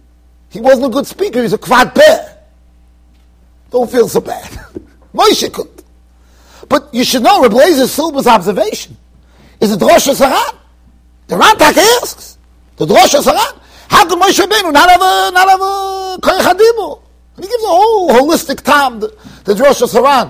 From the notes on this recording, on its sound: Shiur recorded in Yeshivas Ohr Reuven, Monsey NY.